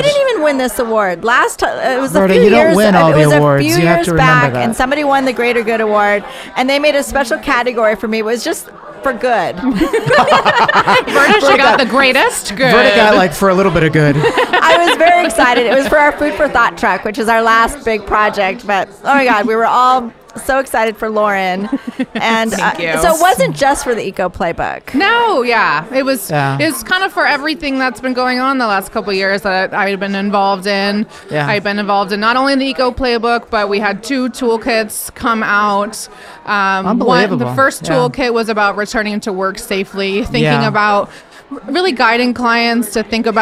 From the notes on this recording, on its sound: LIVE from NeoCon. During NeoCon we managed to do a series of podcasts LIVE from the OFS showroom in Chicago.